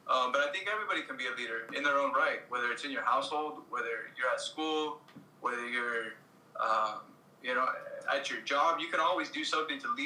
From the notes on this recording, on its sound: We apologize if the audio is low, we are still trying to get the hang of this.